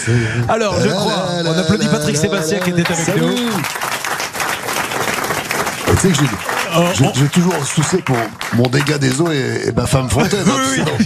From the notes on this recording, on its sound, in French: Dans cette émission inédite depuis le Grand Studio de RTL et devant un public.